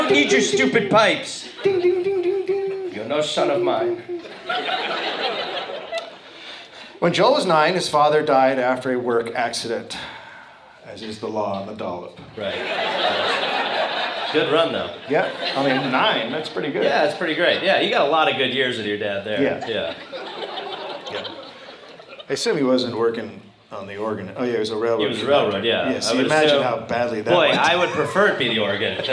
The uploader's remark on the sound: Recorded live at Wiseguys in Salt Lake City.